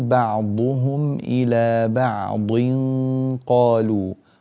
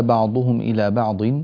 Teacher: الضاد تحولت إلى ظاء، وهذا لا يصح، بل تقول بعضهم إلى بعض قالوا، بعضهم إلى بعض بهذه الطريقة.